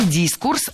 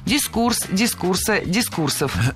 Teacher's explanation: Не дискурс, а дискурс. Ударение в этом слове всегда ставим на второй слог. · Shown in: second take · И при склонении ударение не меняем.